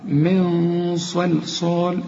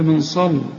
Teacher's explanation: حرف الصاد مفخم والصاد الثانية برضو مفخم · Shown in: first take